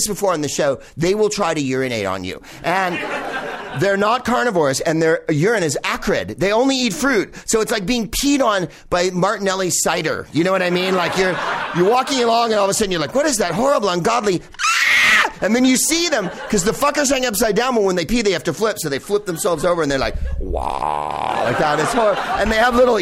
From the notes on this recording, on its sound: Back home at West Hollywood's Bar Lubitsch